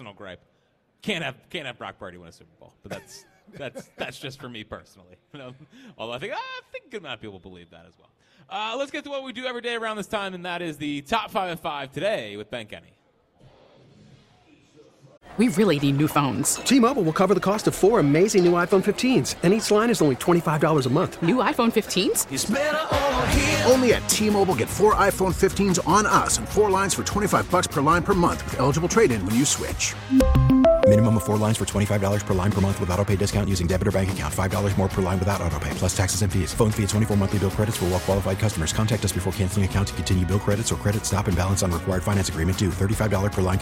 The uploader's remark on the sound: Live from Chickies in South Philly.